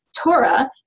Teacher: So we say Torah, the penultimate stress